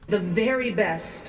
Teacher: There's a slight lisp again, and I think it's because of the chin and where the chin is placed.